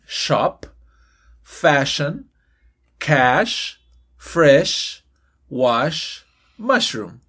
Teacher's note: la SH hace un sonido en donde no se usan las cuerdas vocales. Solamente es expulsando aire.